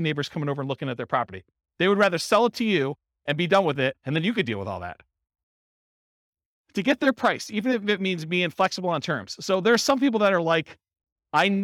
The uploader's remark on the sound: In Modesto, California. This was a live class recorded. The live in-person version.